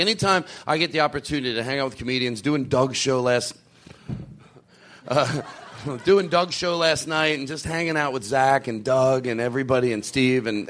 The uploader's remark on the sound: Live at LA Podfest. LIVE from the LA podcast festival!